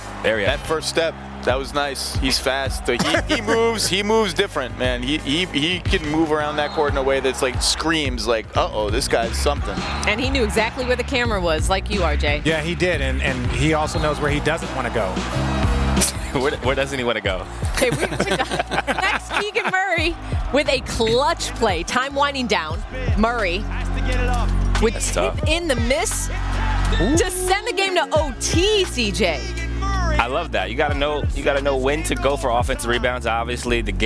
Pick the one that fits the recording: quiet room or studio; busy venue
busy venue